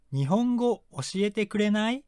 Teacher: You need to say kurenai in the rising intonation.